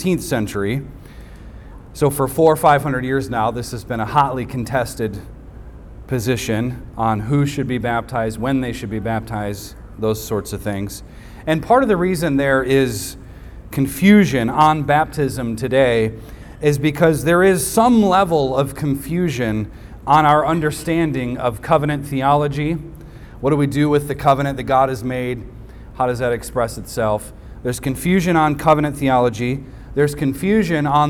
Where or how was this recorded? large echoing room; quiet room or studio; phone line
large echoing room